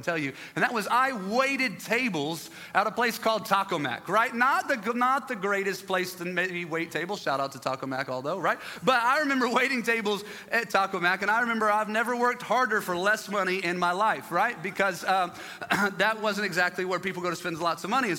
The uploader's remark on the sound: live from our 10am service at our Alpharetta campus